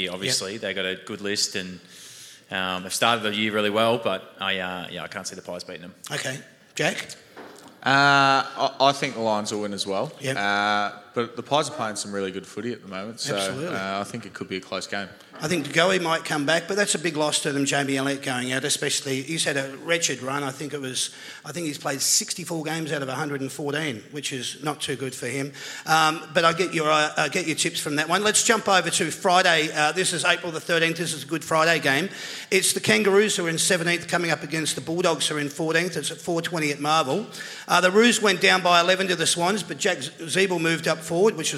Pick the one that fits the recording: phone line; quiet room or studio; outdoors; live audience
live audience